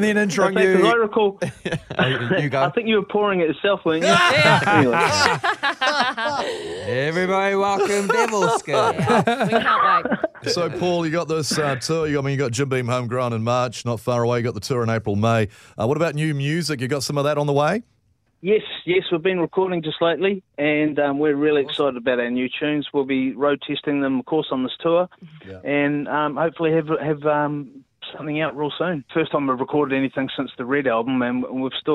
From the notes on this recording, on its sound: joins us on the phone